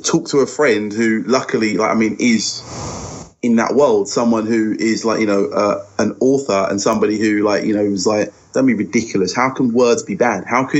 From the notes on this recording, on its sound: SORRY FOR THE BAD SOUND.... We had a major microphone fail.